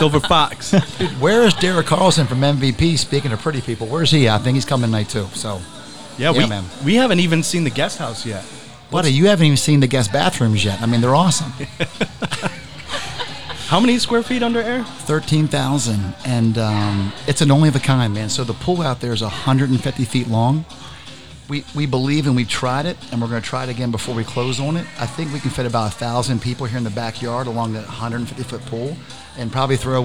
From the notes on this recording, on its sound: Recorded live from the balcony from this amazing event